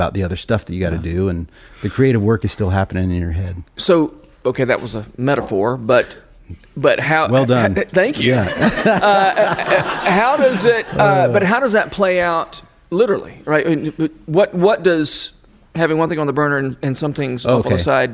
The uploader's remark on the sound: Recorded in front of a live audience at The Habit Writers' Weekend.